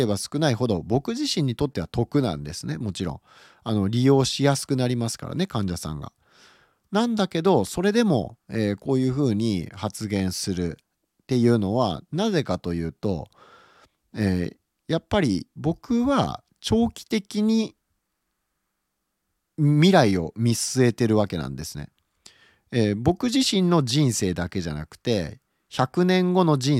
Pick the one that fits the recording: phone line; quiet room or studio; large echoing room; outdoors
quiet room or studio